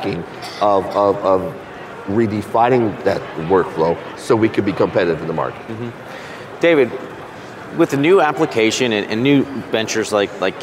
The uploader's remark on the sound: 2019 #NABShow Live